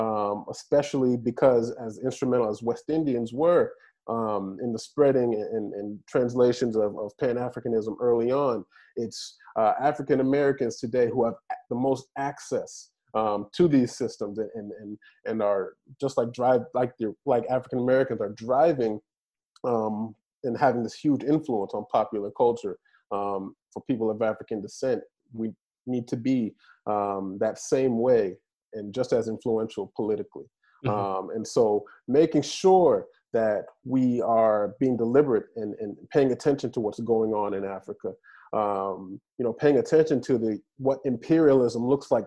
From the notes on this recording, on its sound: This episode is the outcome of a Zoom panel that The Africanist co-organized in the framework of the annual African Heritage Festival of Louisville, Kentucky.